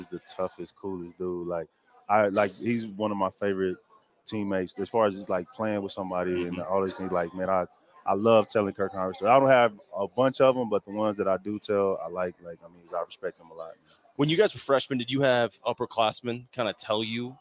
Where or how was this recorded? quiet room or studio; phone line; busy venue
busy venue